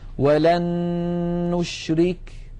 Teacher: نريد مثالا على النون، ولن نشرك. لاحظوا بأن النون الأولى قد صارت مع النون الثانية نونا واحدة مشددة